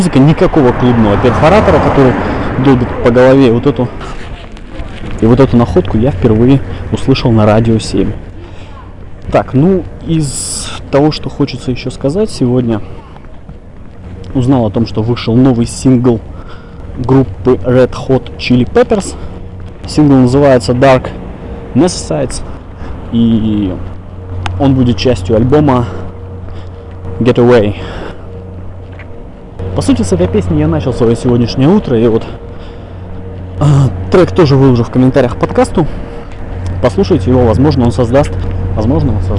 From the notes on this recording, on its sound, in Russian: Продолжение подкаст-марафона по случаю Дня Радио. Атмосферный шум центральных улиц города Иркутска. Ужасное качество записи.